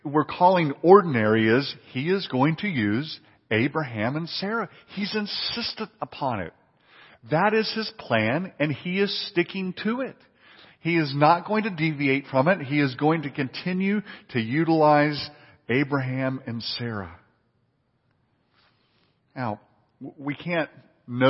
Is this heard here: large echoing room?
yes